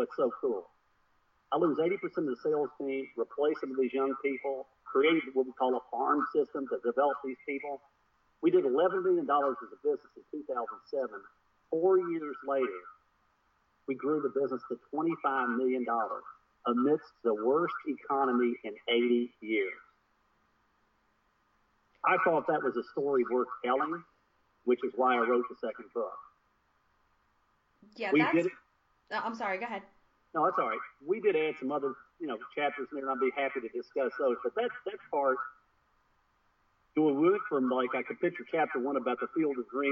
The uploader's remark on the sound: Note: some problems with audio throughout the track.